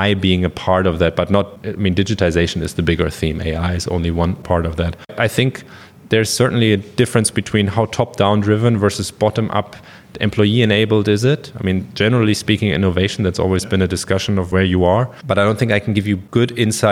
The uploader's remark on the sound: We recorded the episode at the Siemens AI with purpose summit in May 23.